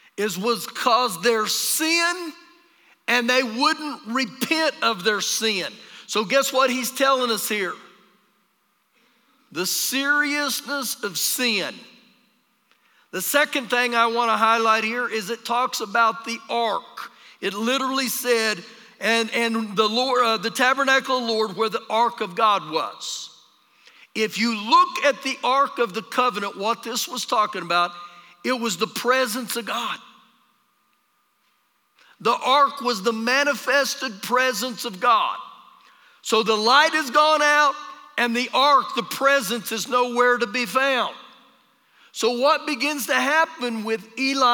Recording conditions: live audience